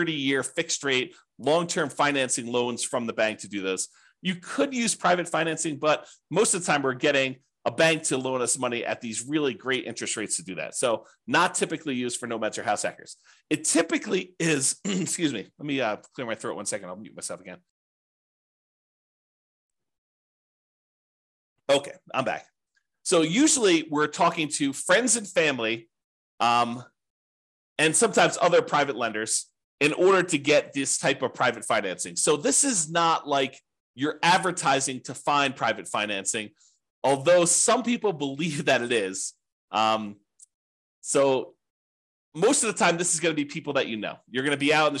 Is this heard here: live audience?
no